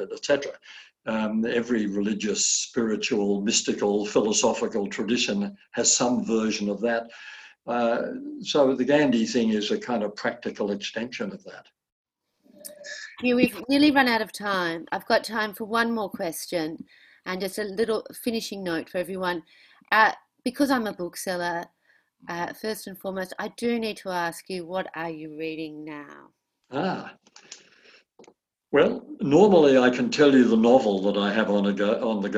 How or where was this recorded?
video call